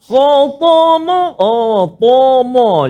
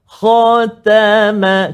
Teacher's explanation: Jadi kha saja tebal, ta tak tebal, ma tak tebal. · Shown in: second take